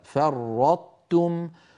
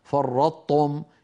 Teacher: فنطبق على طاء ثم نحول إلى تاء · Shown in: first take